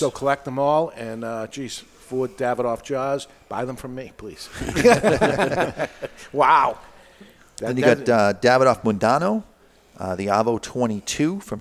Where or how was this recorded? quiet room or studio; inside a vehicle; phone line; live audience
live audience